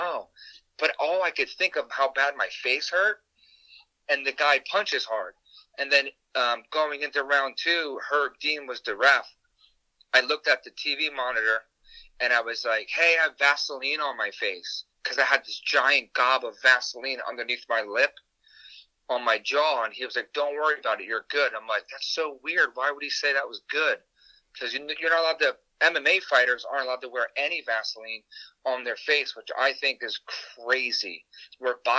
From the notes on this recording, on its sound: on the phone